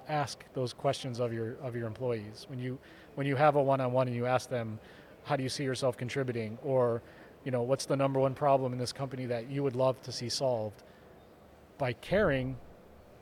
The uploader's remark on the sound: From the GBMP Northeast Lean Conference!